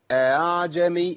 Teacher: التسهيل ايه؟ بين بين، بين الهمزه وبين الالف اللي هو اصل الحركه